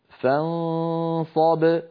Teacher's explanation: الباء شديدة وساكنة فزمنها قصير